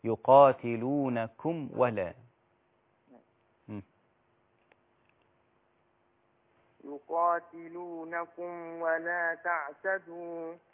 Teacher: احرص على سكون الميم وألا تختلط بالواو بعدها احترس من الإخفاء